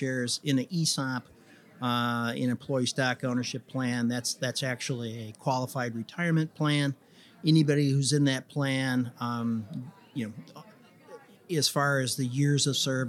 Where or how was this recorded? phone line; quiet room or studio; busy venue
busy venue